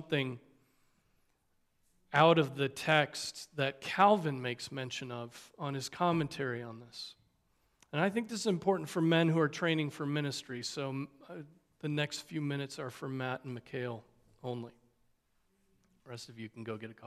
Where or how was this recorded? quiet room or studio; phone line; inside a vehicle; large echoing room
large echoing room